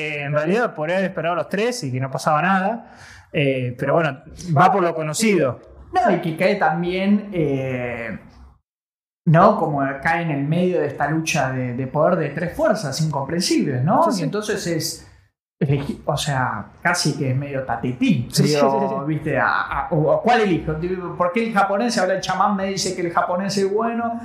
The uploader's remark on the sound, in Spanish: El audio salio con un poco de eco.